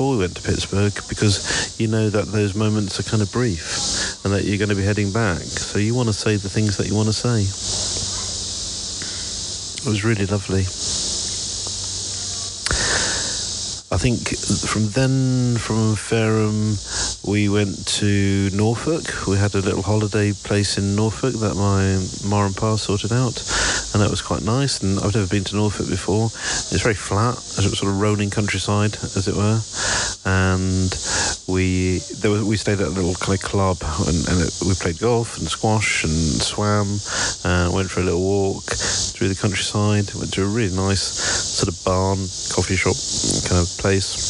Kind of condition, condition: setting, outdoors